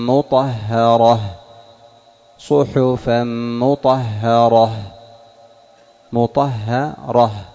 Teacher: الراء مفخم الطاء مفخم الميم مستفل والهاء مستفل · Term: مستفل ومستعلي